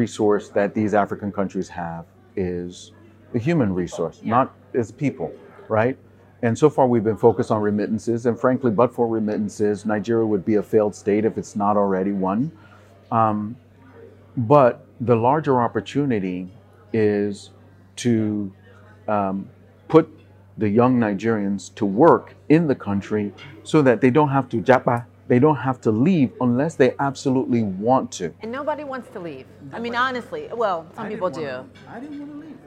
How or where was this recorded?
busy venue